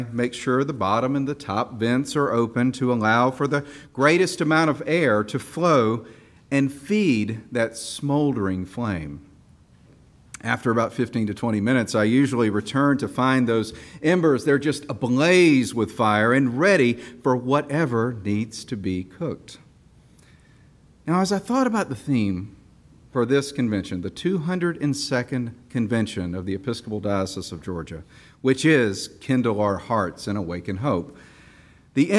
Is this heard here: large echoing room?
yes